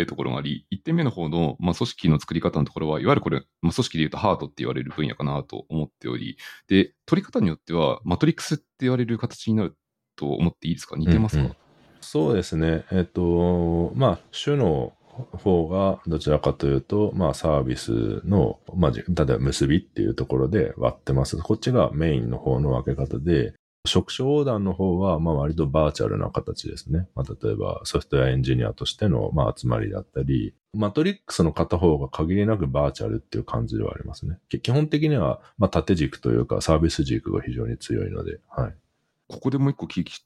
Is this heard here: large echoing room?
no